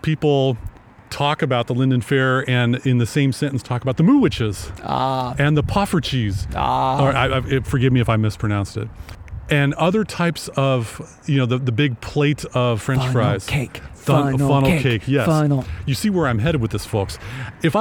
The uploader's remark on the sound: out on location at the constantly expanding Waypoint Park to record this episode